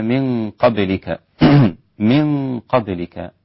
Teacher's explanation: إخفاء مع الغنة ونفخم الغنة